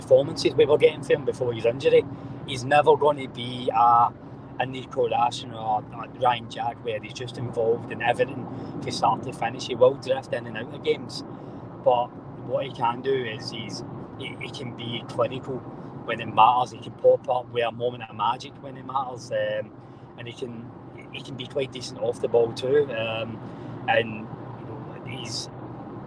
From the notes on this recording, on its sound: Give their post match thoughts on a comfortable Rangers win at Easter Road, live from the M8 as they cover two games in one day!